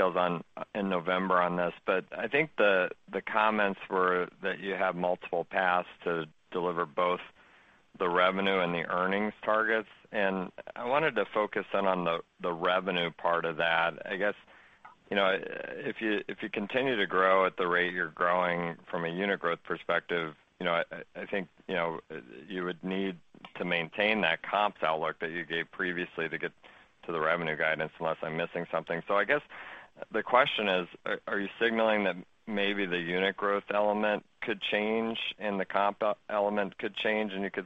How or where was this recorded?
phone line